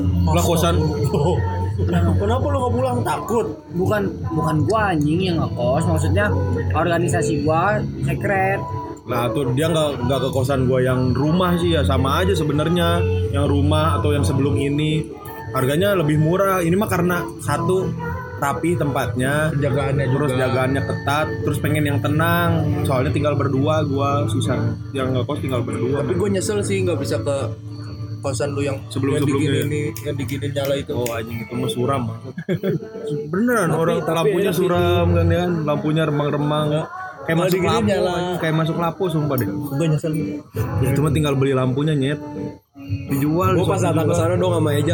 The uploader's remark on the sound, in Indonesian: audionya udah lumayan, ada backsong tapi bukan kehendak kami, ini dari pihak tempatnya